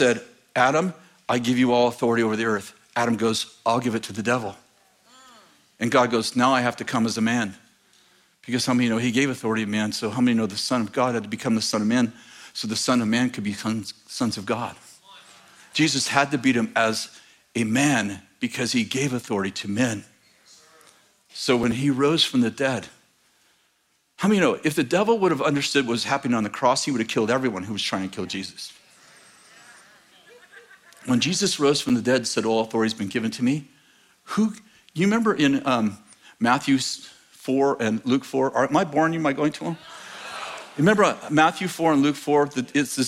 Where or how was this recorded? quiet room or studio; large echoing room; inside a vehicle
large echoing room